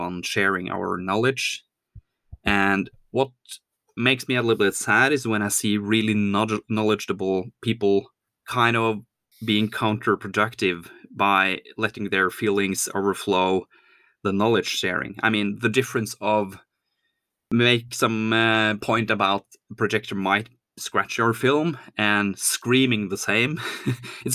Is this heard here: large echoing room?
no